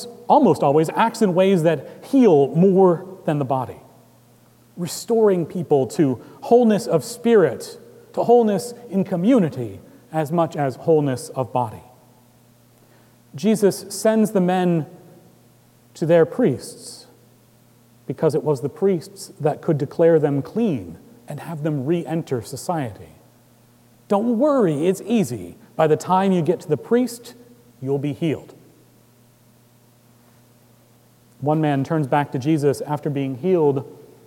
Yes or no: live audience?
yes